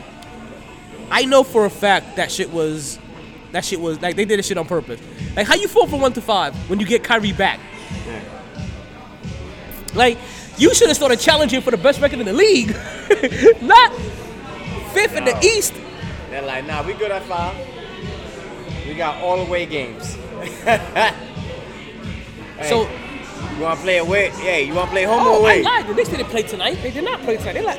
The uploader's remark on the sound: Live From The New & Improved Sharkeys